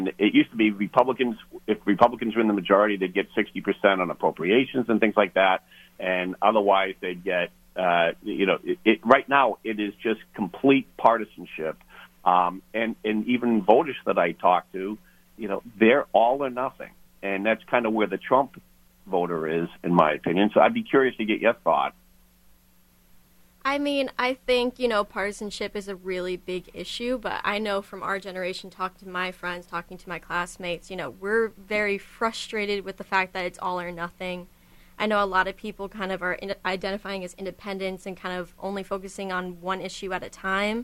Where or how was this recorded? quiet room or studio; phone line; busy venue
phone line